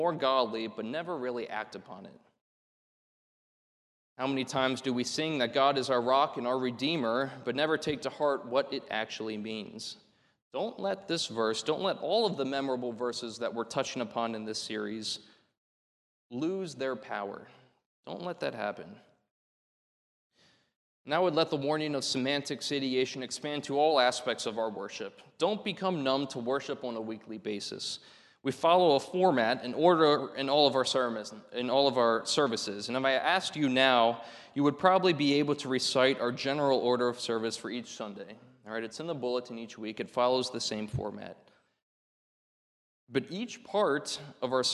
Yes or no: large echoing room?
yes